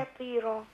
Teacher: الطاء عندي لازم افصلها عن التاء